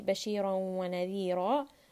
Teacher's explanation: both of these ra in bashiran and wa nadhira are both heavy